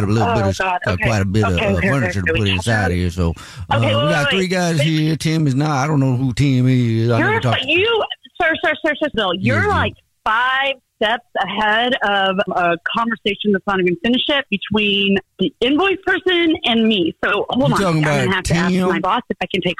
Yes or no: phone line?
yes